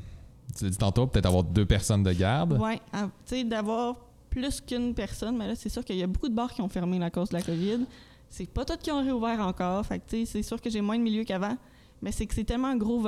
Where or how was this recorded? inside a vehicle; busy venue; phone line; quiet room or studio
busy venue